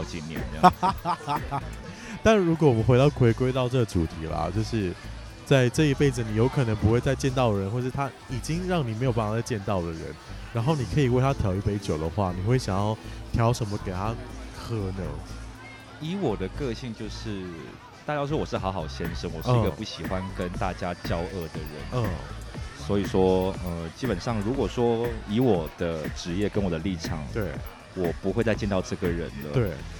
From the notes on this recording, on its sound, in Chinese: 感謝場地提供╬ Casa Cafe & Bar Taipei (喝了三杯酒) Play ba (喝了一杯酒) #我家 (喝了一杯水)。然後喝太醉竟然忘記按on鈕錄音。